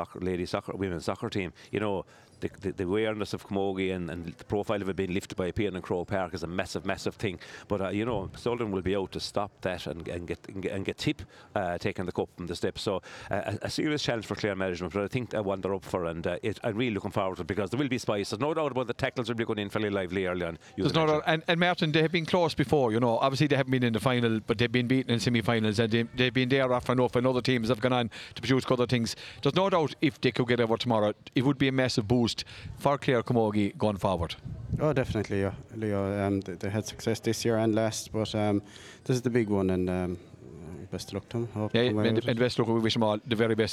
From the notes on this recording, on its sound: A first for the lads this week as the show was broadcast live at 1pm On Saturday as part of the 2023 Harbour Festival.